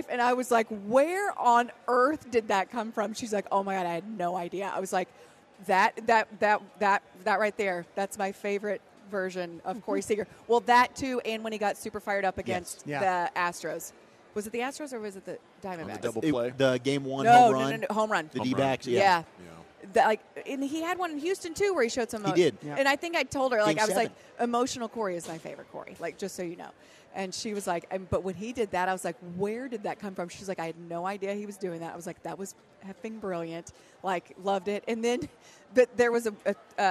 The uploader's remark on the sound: live from the Texas Rangers Toy Drive